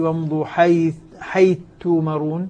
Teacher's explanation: صارت الثاء مع التاء تاء مشددة